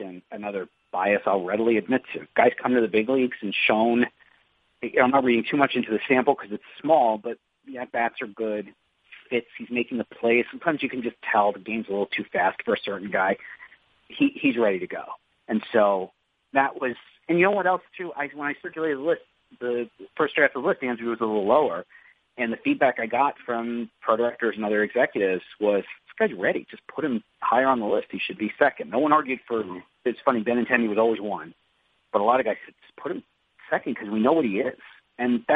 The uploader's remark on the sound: in an ESPN media conference call